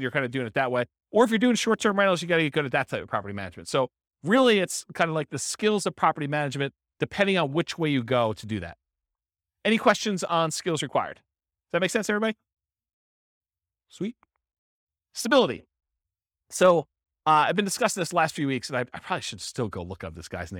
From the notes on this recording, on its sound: This was a live class recorded